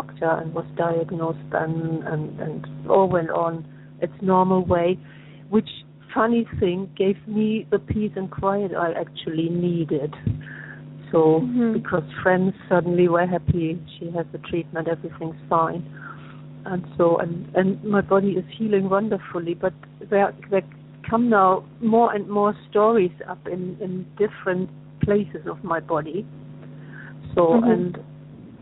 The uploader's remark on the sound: takes your calls